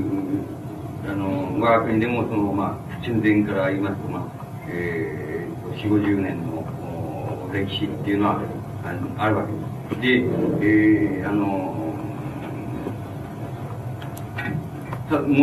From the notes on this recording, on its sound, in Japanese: 音質：２。場所：文京区民センター。止揚の会と西荻南教会によるイベント 「共同体論ティーチイン」での講演。周辺のノイズが入っており、 音質はあまりよくない。